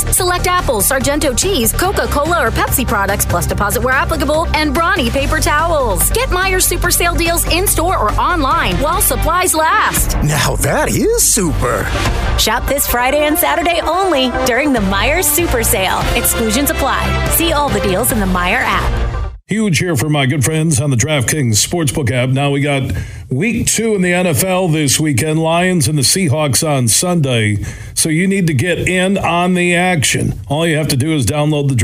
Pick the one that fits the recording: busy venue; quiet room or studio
busy venue